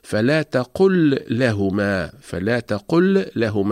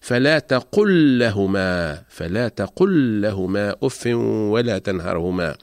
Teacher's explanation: فلام الفعل الساكنة أتت متطرفة في آخر الكلمة وأتى بعدها حرف اللام المتحرك، إذن تدغم لام الفعل الساكنة في لام لهما ويحذف السكون من فوق لام الفعل ويتم تشديد اللام الثانية، وذلك للدلالة على الإدغام، فتقرأ لاما واحدة مشددة ولا يتم الفصل بين اللامين · Shown in: second take · فلا نقول في هذه الحالة فلا تقل لهما، فلا تقل لهما، وإنما نقول فلا تقل لهما، فلا تقل لهما أف ولا تنهرهما.